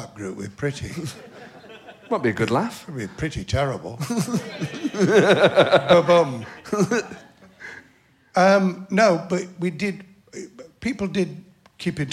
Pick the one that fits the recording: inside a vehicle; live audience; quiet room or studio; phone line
live audience